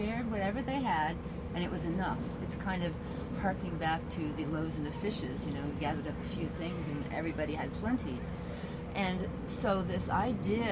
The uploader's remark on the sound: podcast from the Wild Goose Festival